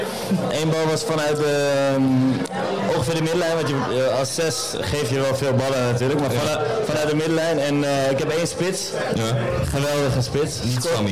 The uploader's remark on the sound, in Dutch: MUSEUMNACHT DEEL 1. Het geluid is crunch maar aren’t we all?